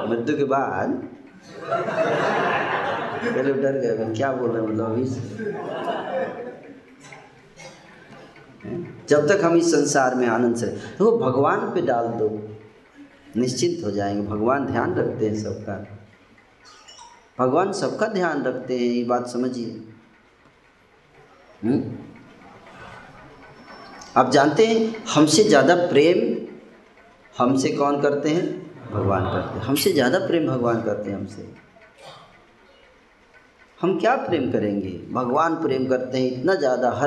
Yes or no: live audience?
yes